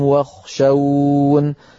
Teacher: فإن وقفنا عليها، وهنا ليس الوقف اضطراري أو اختباري لأنه يجوز الوقف عليها، فلا تخشوهم واخشون، يقف عليها حفص واخشون من غير ياء